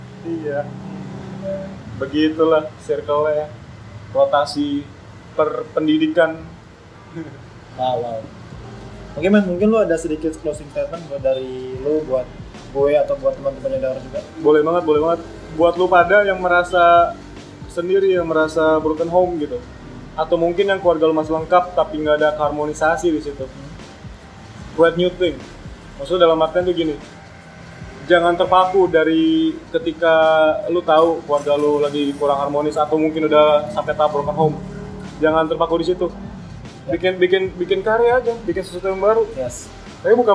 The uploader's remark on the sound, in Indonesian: Noise yang agak menggangu mohon maaf ya.